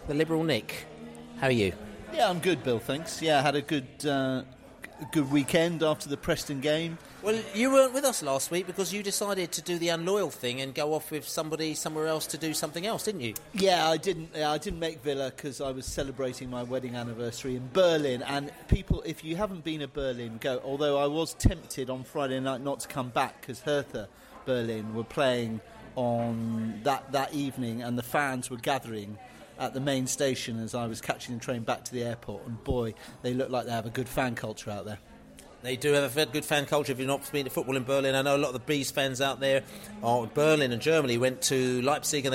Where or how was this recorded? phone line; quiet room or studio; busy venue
busy venue